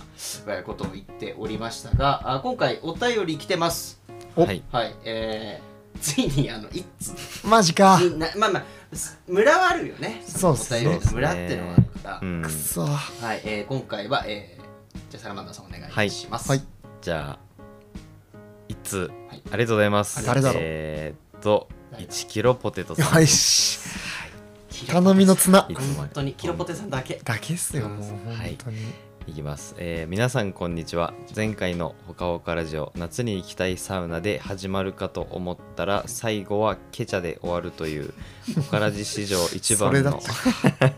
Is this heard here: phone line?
no